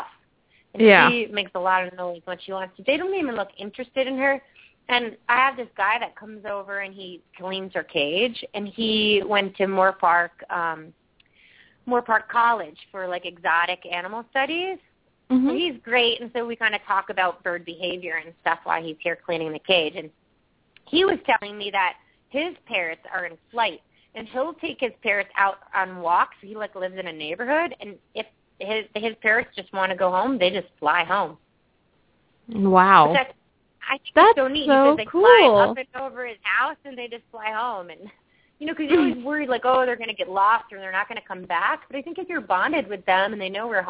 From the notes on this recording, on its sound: open up the lines for listeners to call